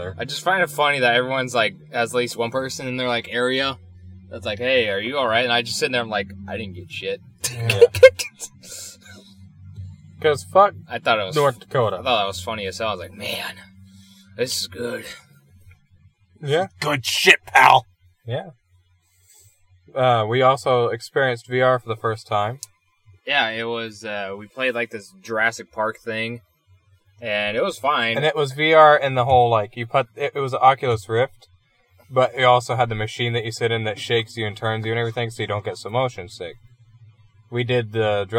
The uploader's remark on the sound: We went a bit crazy with this one and recorded in person, inside a car... It would have came out a bit better if the laptop's crazy loud fan didnt kick on.